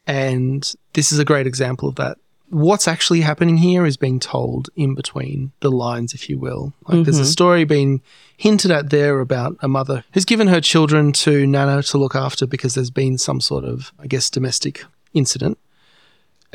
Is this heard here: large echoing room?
no